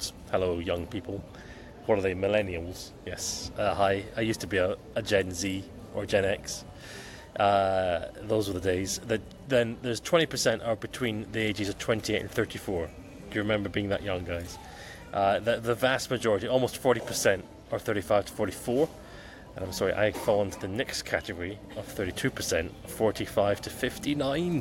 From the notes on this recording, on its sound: Here's a quick episode recorded at Gate C10 in Muscat Airport whilst I was waiting to board.